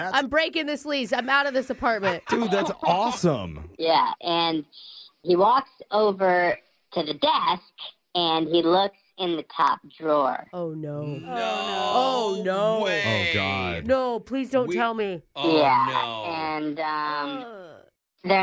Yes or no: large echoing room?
no